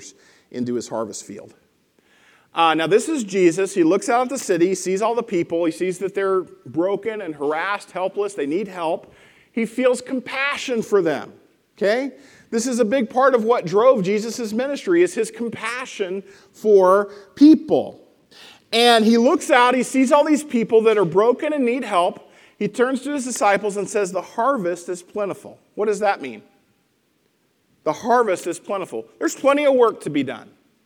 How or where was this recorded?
large echoing room